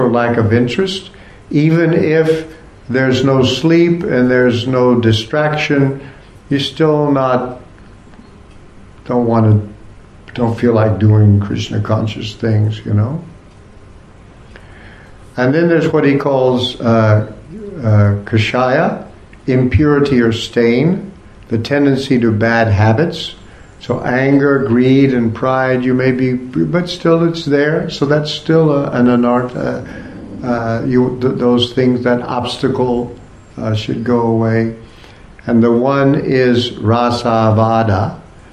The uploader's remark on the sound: Part of the Bhakti Legacy Conference held at the ISKCON temple in Korsnas Gard, Sweden.